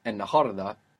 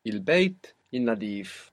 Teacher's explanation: the L will assimilate with that N